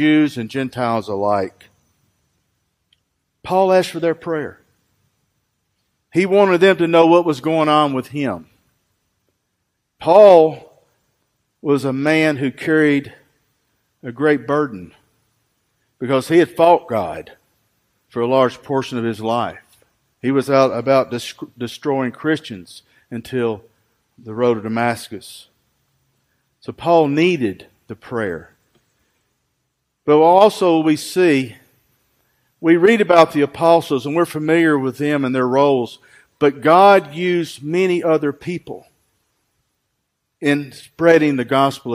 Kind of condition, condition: setting, large echoing room